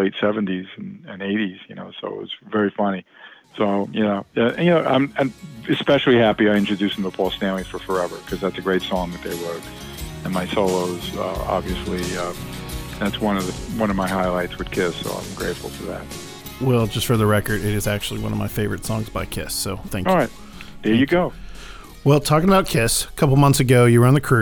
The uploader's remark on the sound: calls into the ROCK LINE